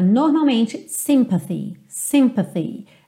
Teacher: A sílaba tônica é a primeira. No caso da canção, a gente tem pam pam pam, tem uma melodia aí com três notas praticamente com o mesmo peso, então essa palavra acaba soando sympathy, ok?